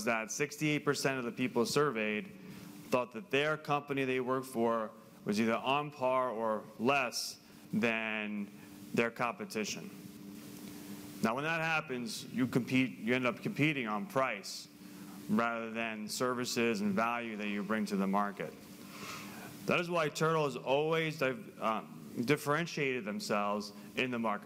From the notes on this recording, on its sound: This presentation was originally shared live at Turtle's Sales Summit on March 20, 2023.